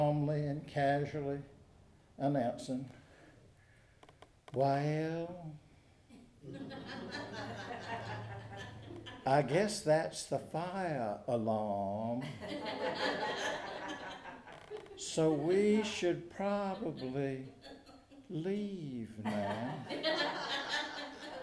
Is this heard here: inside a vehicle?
no